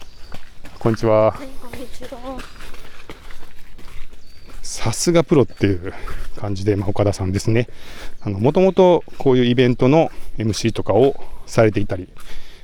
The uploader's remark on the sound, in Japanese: LAKE BIWA 100というトレランレースに行って、たくさん音声を収録し、 IBUKI STATION で配信をやってきました。鈴鹿山脈を進むトップ選手の実走インタビュー！M2を持ちながら走って録ったエピソード。